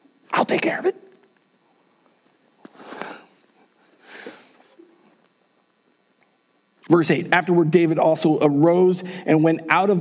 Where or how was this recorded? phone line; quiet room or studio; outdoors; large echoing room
large echoing room